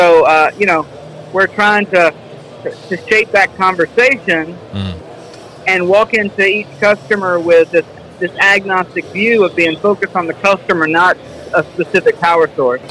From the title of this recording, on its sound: Hyster From MODEX 2020